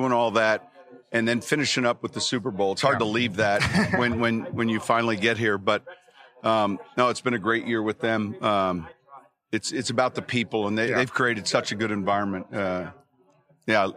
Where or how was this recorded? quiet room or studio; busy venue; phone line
busy venue